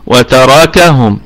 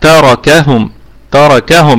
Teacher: الراء مفخمة بقية الكلمة مرققة · Shown in: second take · ونقف عليها بوجه واحد بسكون المحض، يعني بينا من قبل أن ميم الجمع لا روم فيها ولا إشمام، وهي في الدرجة الرابعة من درجات الغنى لأنها ساكنة.